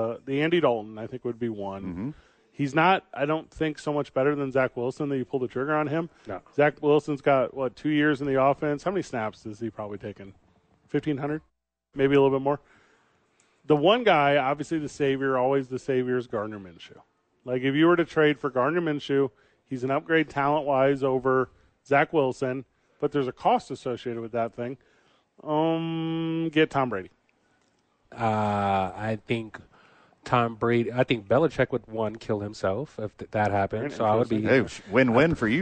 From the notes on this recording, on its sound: Live from THE Albuquerque Dukes Store.